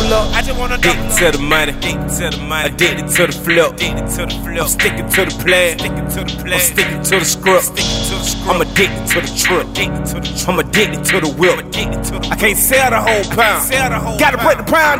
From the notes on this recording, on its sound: replay of the industry panel that went down at the 1st South Georgia Music Awards held in Waycorss, Ga at club Hush